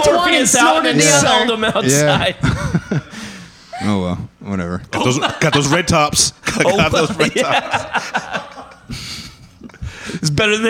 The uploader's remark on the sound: our audience, on location at One Up One Down Coffee Roastery & Caffe